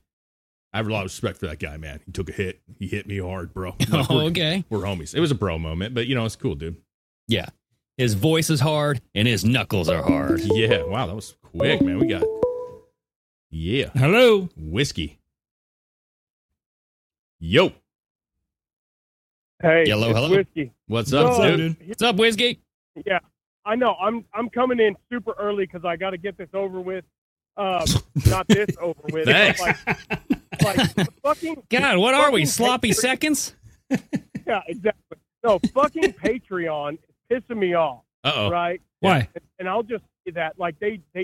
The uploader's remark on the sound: Call In Show